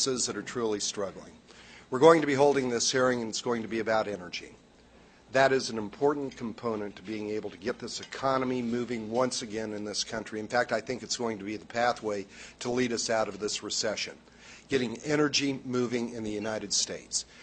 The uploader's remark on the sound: WASHINGTON, DC. Appeared before a Small Business Policy luncheon of The Ripon Society.